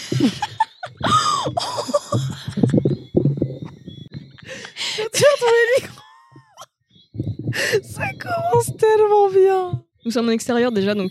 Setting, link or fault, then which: setting, outdoors